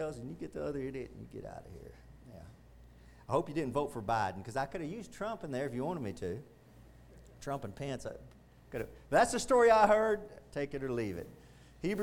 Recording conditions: large echoing room